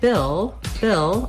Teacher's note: When I'm saying Bill, Bill, I just basically go right from that ih sound into my L sound. I don't have to do anything special for that L.